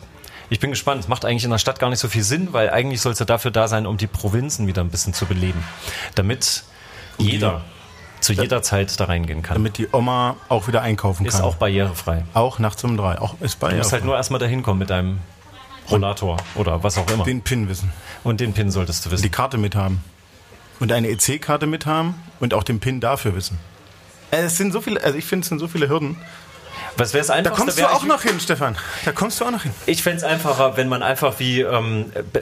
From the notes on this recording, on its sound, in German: LIVE 01-Cafe Füchsen, Juli 2022. In einer Live-Veranstaltung ihrem Publikum. In kuscheliger Café-Biergarten-Atmosphäre. Laden das Publikum später zu einer Art Mitmach-Q&A ein.